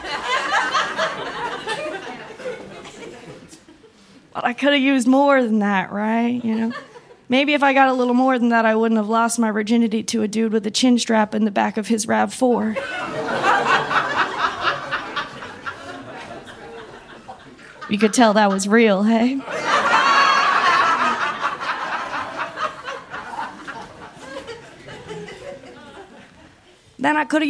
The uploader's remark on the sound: Recorded live at Punch Lines Comedy Club in Saint John, New Brunswick.